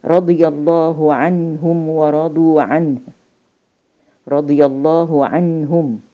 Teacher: بنطق النون الساكنة بدون ما أطول زمنها بدون ما أطول الزمن بتاعها فما بيظهرش معاها الصوت اللي هو بيخرج من الخشوم اللي احنا بنسميه الغنه · Term: الإظهار الحلقي